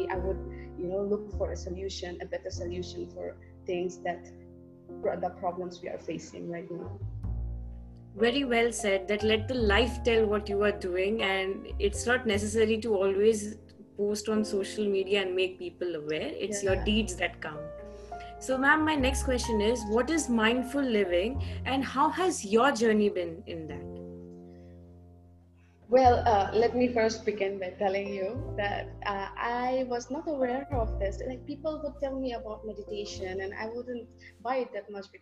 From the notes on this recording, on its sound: Mitti ke Rang brings to you a series of interactive session over zoom.